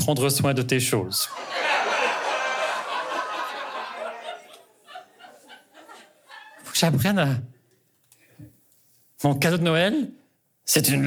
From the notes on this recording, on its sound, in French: Enregistré au Centre Phi le 9 décembre 2023